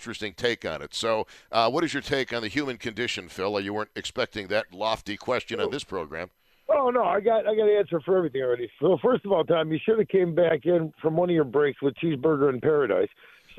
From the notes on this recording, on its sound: take your phone calls